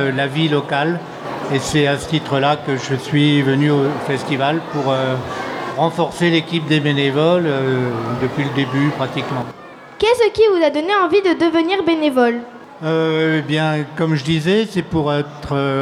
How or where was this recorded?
live audience